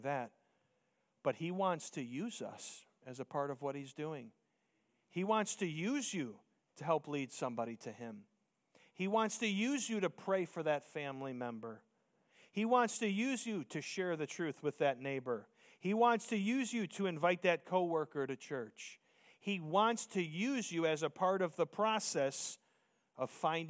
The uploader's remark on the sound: Preached Sunday Morning